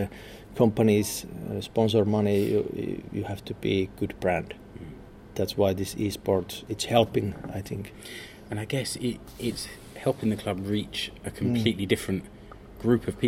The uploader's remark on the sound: Attends the press conference at OmaSp Stadion. When SJK Seinäjoki launched its new eSports team.